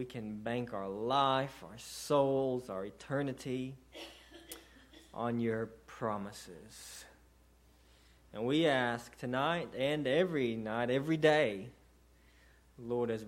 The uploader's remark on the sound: sermon delivered to Cottondale Baptist Church